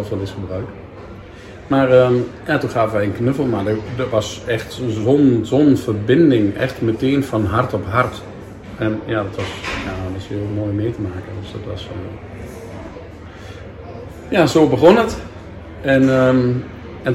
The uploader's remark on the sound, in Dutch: DEZE POD-EN VIDEOCAST IS OPGENOMEN IN EEN OPENBARE RUIMTE EN DAT HOOR JE.